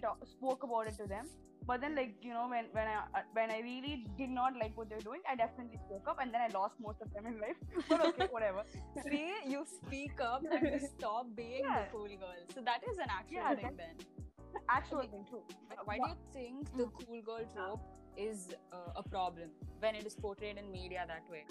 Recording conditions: poor sound quality